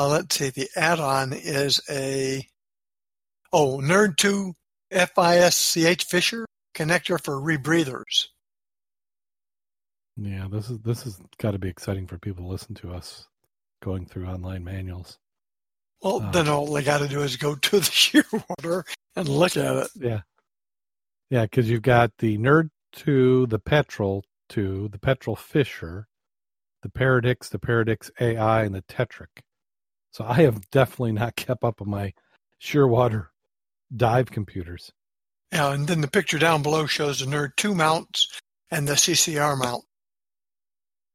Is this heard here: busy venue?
no